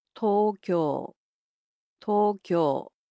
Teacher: So it's similar to English, except the O sounds in it are a bit longer.